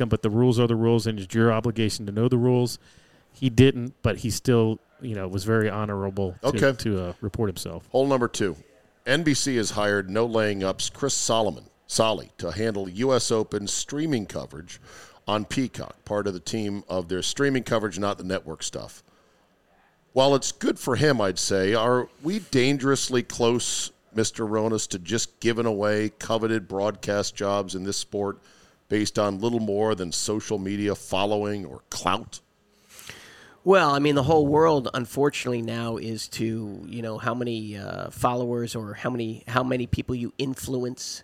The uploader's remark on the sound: Live from the new Golfdom store in Rockville, MD